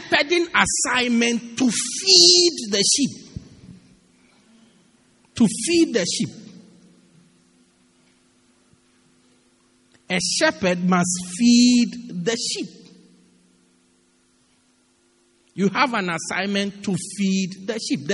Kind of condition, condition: setting, large echoing room